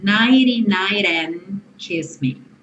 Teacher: os dois T's, do nighty e do night, foram reduzidos para rarara por conta da métrica, para ficar tudo ligadinho.